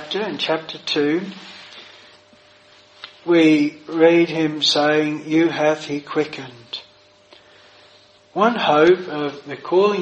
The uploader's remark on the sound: This sermon was preached at Providence Chapel, Birkenhead